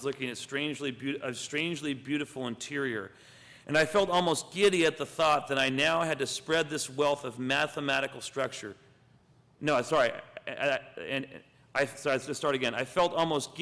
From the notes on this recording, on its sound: In this presentation at the June 2007 Metanexus conference